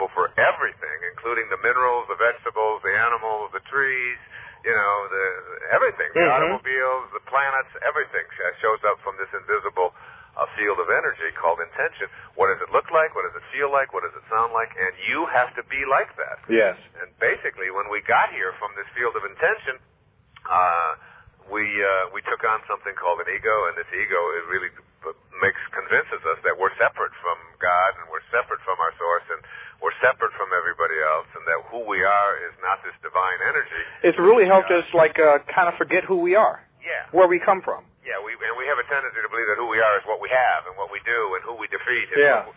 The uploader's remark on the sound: this phone interview